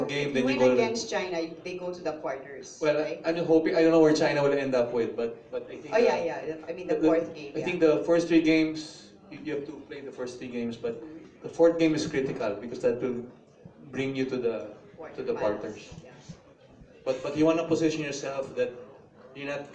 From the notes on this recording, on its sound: The full press conference during the send-off dinner for the players and coaches of the Philippine Under-19 squad.